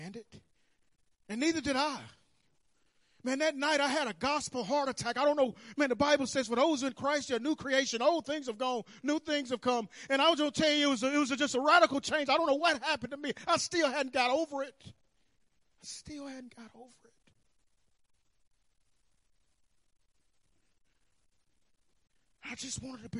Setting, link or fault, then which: setting, large echoing room